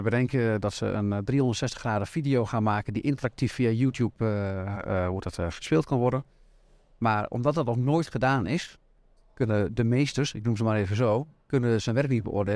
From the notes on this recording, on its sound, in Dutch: Live-uitzending vanuit Merckt aan de Grote Markt in Groningen.